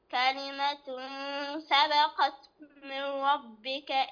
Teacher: عندنا تنوين وبعده السين، والسين من حروف الإخفاء الحقيقي